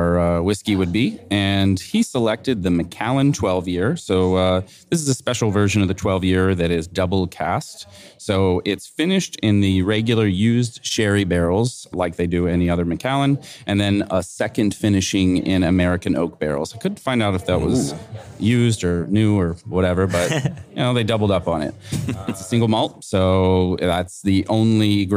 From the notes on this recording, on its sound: for a recorded chat from the RenderATL conference.